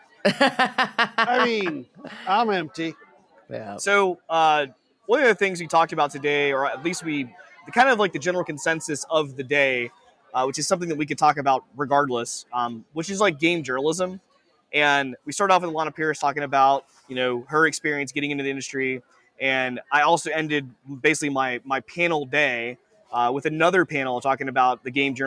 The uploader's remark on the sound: Live from PAX EAST 2022